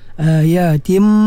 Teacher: tanwin bertemu dengan mim, idgham ma'al gunnah kamil dia masuk penuh nun dalam tanwin ke dalam huruf mim